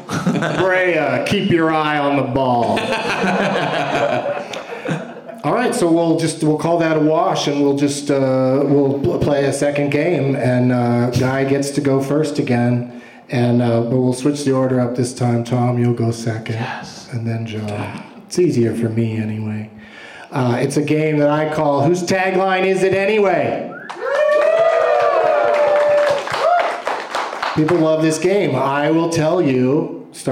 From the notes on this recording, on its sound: Live from The Improv in Brea